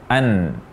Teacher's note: Huruf nun diucapkan dengan mempertemukan ujung lidah dengan gusi dua gigi seri atas. An. Dan pada saat yang sama, huruf nun ini diucapkan dengan gunnah, dengan dengung, yaitu suara yang keluar melalui rongga hidung.